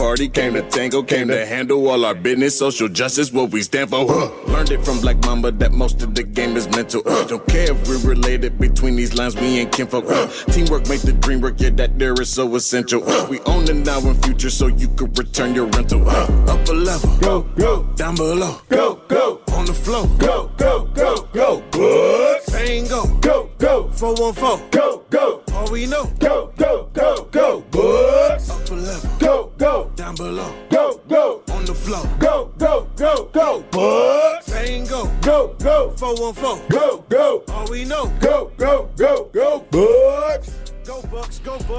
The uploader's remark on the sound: LIVE from the NBA Finals in Phoenix, AZ.